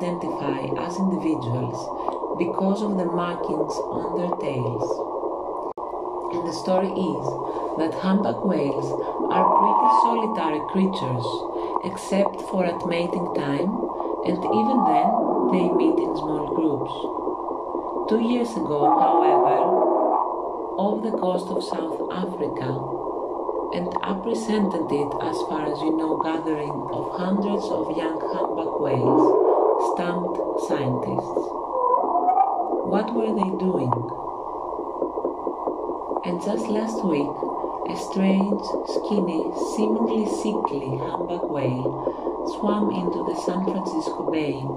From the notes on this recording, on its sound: The sound scape is recording of the the artcic sea by the site of the Ocean conservation research. Today there is a humpback whale accompaning the reading.